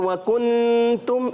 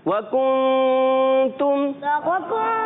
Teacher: नून को जाहिर नहीं करते और छुपा कर गुन्ना अदा करते हैं। · Shown in: second take · कैसे, वकुंतुम, बाल बच्चे पढ़ देते वकुंतुम, ऐसे नहीं वकुंतुम, वकुंतुम। · Term: इख्फा